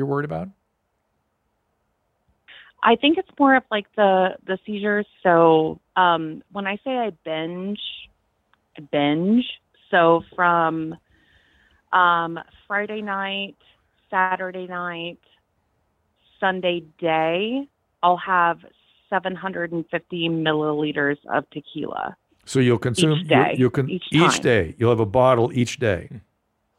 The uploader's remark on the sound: this week's live calls